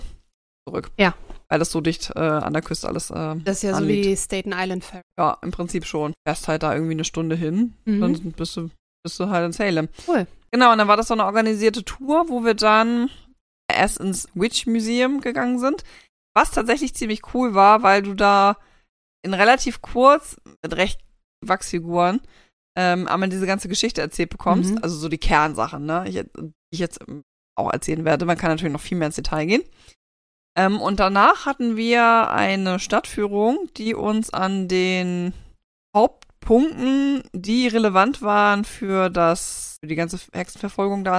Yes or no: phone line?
no